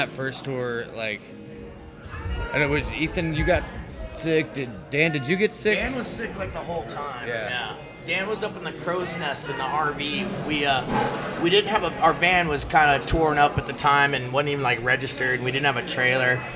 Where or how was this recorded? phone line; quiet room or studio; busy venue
busy venue